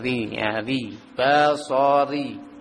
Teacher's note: roh yang dikasroh dia tipis ya